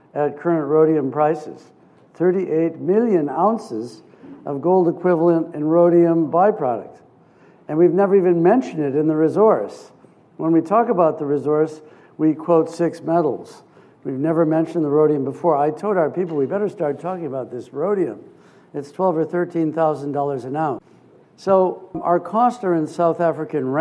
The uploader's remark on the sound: This episode features the second part of a keynote speech. At the Prospectors and Developers Association of Canada (PDAC) conference in Toronto.